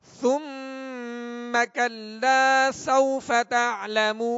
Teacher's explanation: ثم پہ غنہ کریں گے، میم مشدد ہے اور کلا لام کے ساتھ الف مدہ ہے، ایک الف کی مقدار میں کھینچ کر ادا کریں گے.